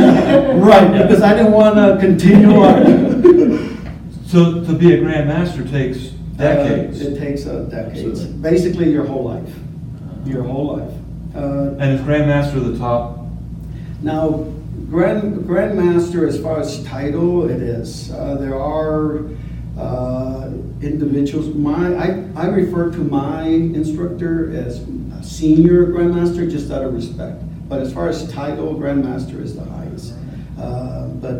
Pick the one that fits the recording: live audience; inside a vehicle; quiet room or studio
live audience